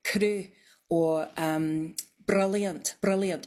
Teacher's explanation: a tapped R, which is tip of the tongue on the gum ridge bouncing off. So it's like a rolled R, but it's like one instead of many, many all in a row, if you know what I mean.